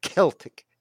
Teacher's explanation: C is not. There is no s sound in Irish. It's k. · Term: hard guttural Celtic